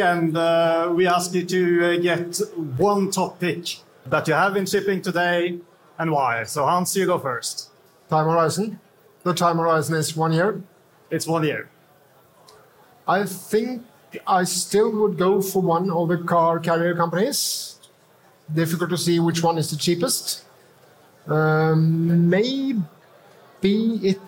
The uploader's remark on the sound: Live podcast. The recording was done before a live audience during lunch at the conference.